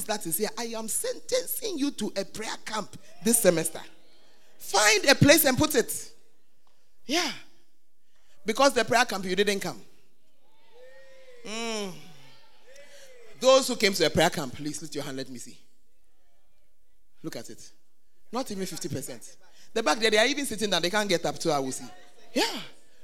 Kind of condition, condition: setting, live audience